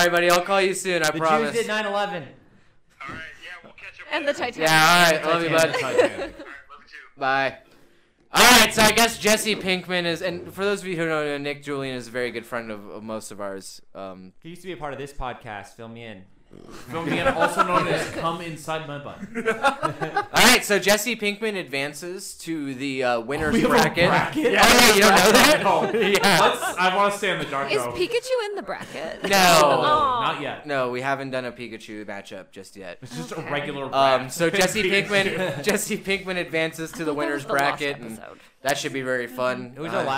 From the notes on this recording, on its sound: endless technical difficulties, echoes and peaking mics